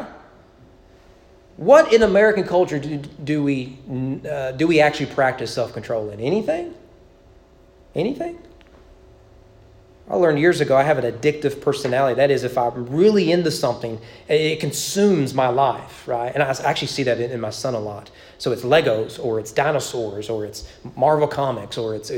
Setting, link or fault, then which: setting, large echoing room